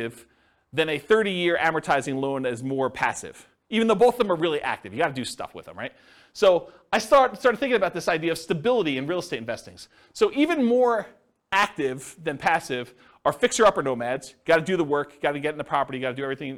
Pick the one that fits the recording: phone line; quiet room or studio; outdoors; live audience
live audience